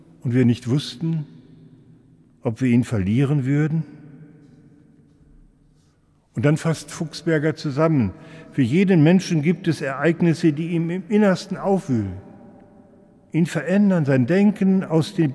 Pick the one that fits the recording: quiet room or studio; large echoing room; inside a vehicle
large echoing room